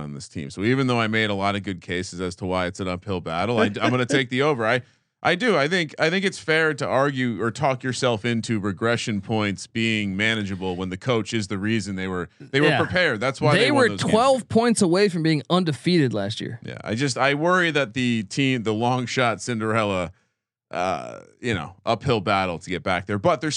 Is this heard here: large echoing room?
no